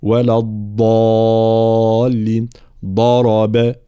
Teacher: الضاد الغير مشالة والتي تخرج من حافة اللسان مع ما يحاذيها من الأضراس من الجهة اليمنى أو اليسرى